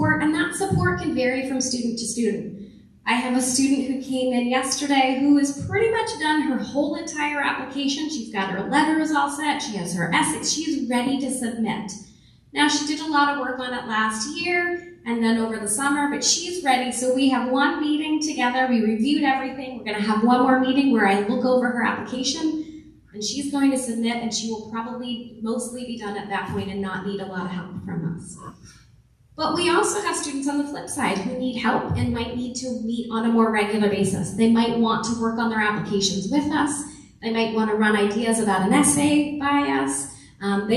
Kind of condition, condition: setting, live audience